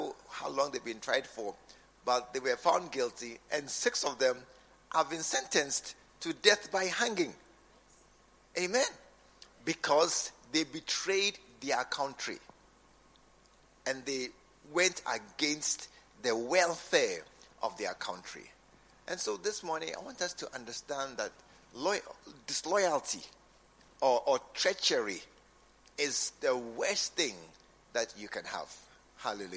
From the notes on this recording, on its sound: preached at the True Vine Cathedral, Bantama